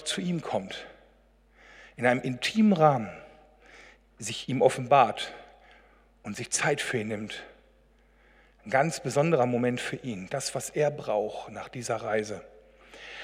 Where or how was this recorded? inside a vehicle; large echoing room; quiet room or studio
large echoing room